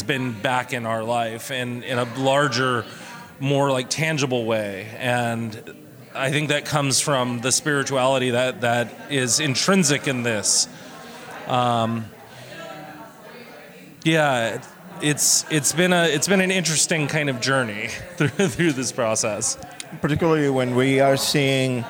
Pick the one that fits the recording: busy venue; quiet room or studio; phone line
busy venue